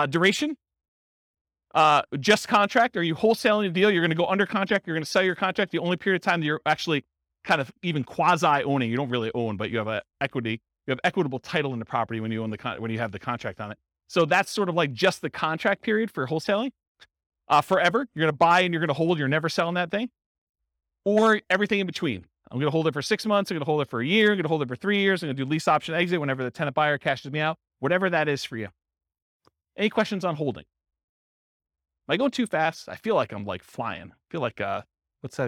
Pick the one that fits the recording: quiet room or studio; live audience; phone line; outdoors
live audience